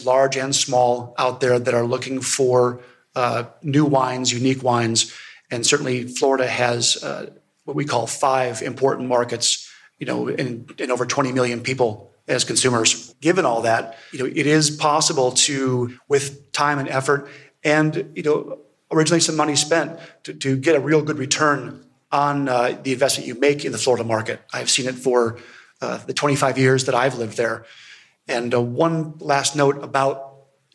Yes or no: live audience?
yes